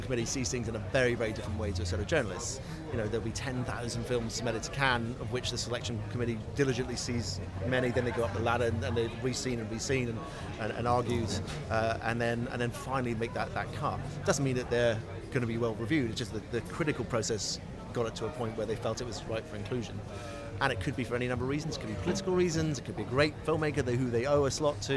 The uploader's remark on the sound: Screen International reports from the Cannes Film Festival. Special edition recorded on the ground at the Cannes Film Festival.